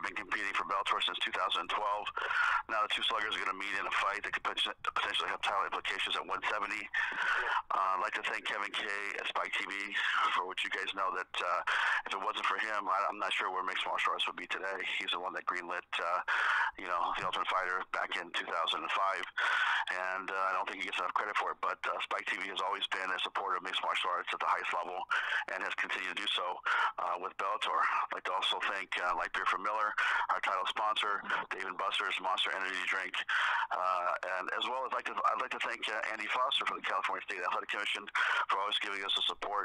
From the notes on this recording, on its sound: Bellator MMA held the Bellator 170 media conference call with fighters from the Bellator 170 fight card.